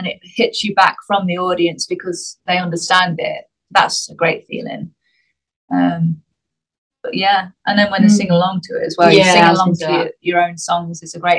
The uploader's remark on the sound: I sat down over Zoom